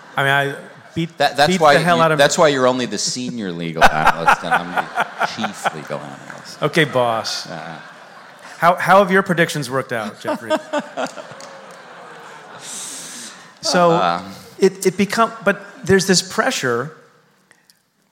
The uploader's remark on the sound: Live from Town Hall.